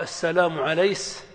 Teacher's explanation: أو ما اسمك، أو من أبوك، ونحو ذلك. والمراد بالكسكسة إما قلب كاف المؤنث الموقوف عليها سينا فيقال السلام عليس، أو إتباع كاف المؤنث الموقوف عليها سينا فيقال